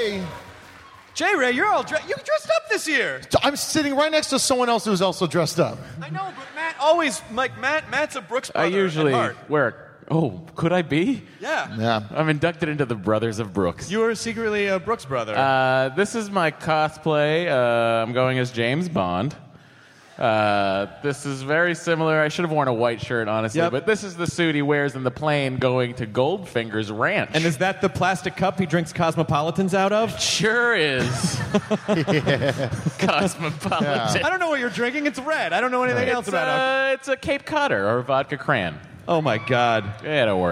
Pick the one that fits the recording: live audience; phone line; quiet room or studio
live audience